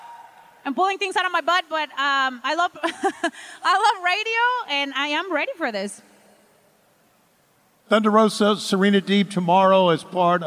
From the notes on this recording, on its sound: Live at FanFest. AEW Unrestricted was live in Las Vegas last weekend at DOUBLE OR NOTHING FanFest! Regaled the live audience with great stories.